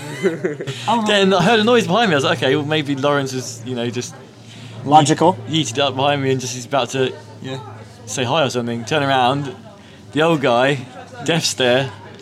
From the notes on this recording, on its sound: The second in a series of campfire conversations, recorded at the end of each day as 6 friends ride across a country.